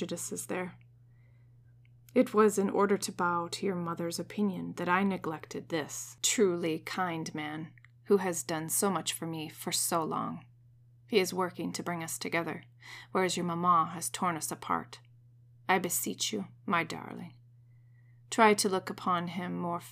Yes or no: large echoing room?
no